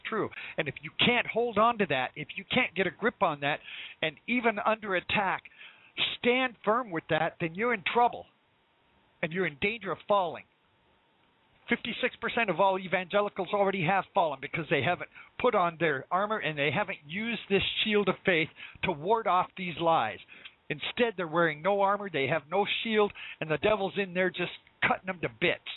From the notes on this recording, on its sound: LIVE CALL